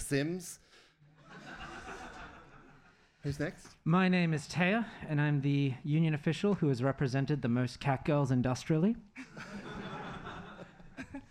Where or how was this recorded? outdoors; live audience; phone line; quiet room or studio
live audience